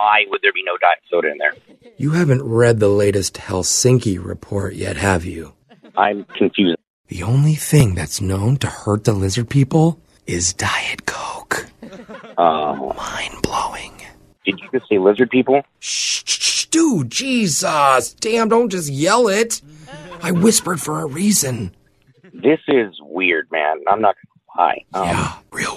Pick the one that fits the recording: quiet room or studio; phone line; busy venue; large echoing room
phone line